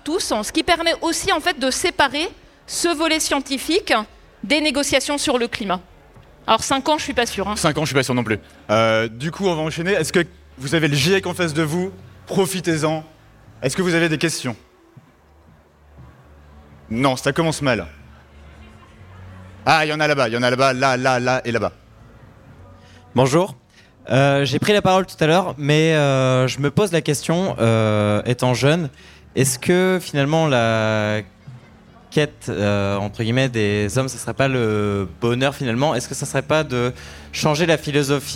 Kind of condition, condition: setting, live audience